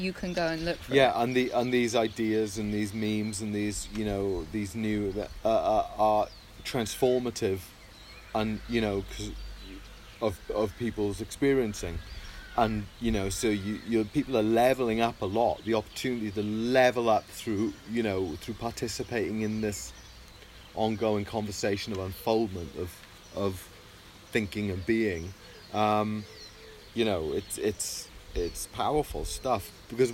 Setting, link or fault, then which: fault, sounds in the background